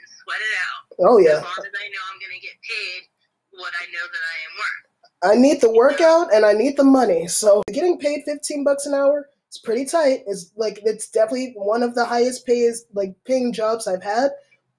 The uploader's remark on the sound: We had some technical difficulties while recording. I did my best with editing.